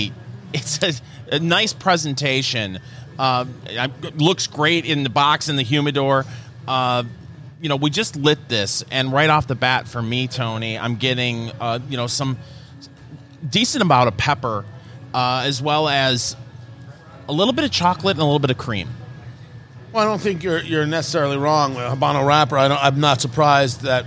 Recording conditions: busy venue